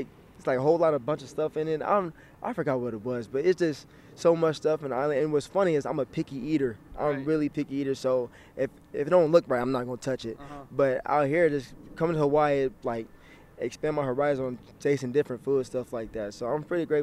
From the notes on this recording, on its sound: HNN Overtime’ goes on the road to UH football fall training camp. Go on location to the University of Hawaii for Rainbow Warriors football training camp.